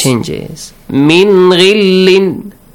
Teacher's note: You read it the way it is. You pronounce the Nun clearly, yes, without any changes. · Term: Izhar letters